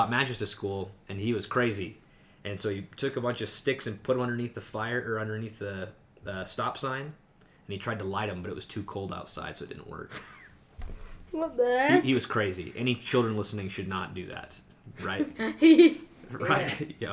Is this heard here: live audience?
no